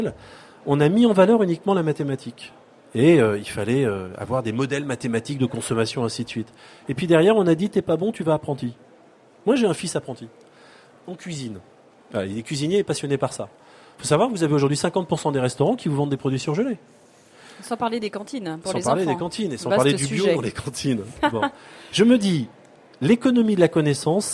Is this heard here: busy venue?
yes